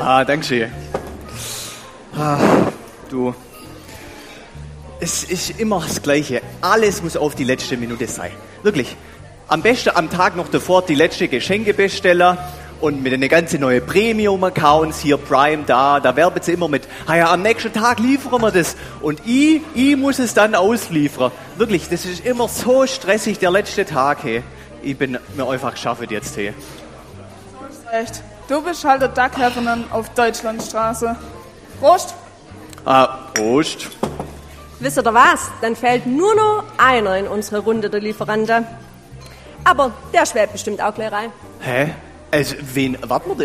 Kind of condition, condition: setting, large echoing room